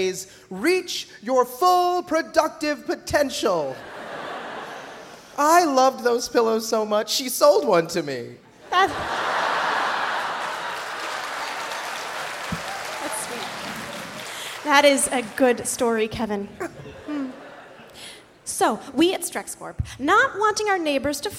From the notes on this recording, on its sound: This episode was recorded live at The Town Hall in NYC.